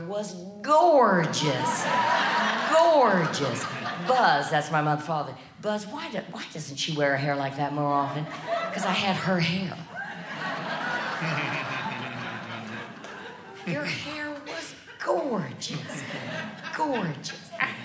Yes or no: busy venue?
yes